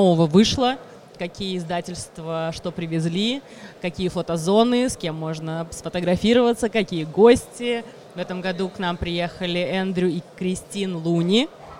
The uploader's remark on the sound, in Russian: Игрокон 2019. Фестиваль раскинулся в новом месте — павильоне в парке Сокольники. Записали выпуск подкаста с места событий.